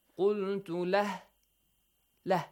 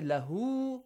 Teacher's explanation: It means that, min halusain, if you stop at the word which has ha, so you don't need to stretch the sound because you stop there. So when you stop there, ha changes to sukun. · Shown in: first take · The harakat of ha changes to sukun.